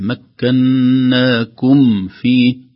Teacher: هنا الميم عليها السكون وجاء بعد حرف الفاء، فكثير منا يقع في إدغام الميم في الفاء، يقول مكناكم فيه أو يخفيها، لكن الصحيح مكناكم فيه، كم في الميم تظهر كاملة قبل الفاء